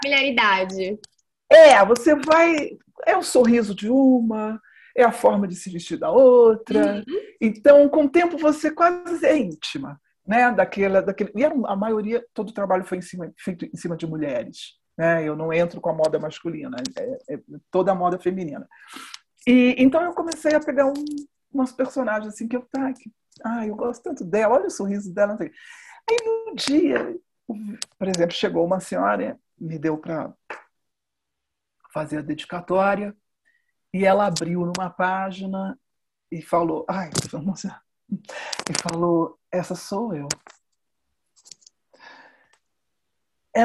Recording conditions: video call